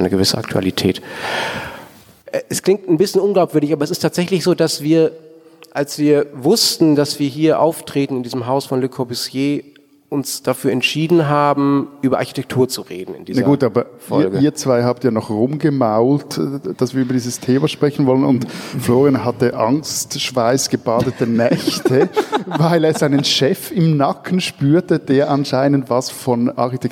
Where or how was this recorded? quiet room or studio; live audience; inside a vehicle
live audience